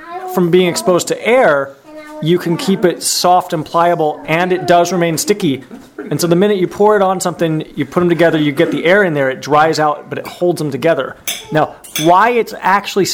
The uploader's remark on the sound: We recorded this week's ZED Show at the Passover table, and invited some friends to join us.